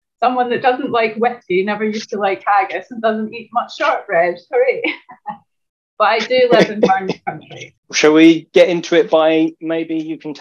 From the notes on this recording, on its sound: Zoom Meeting.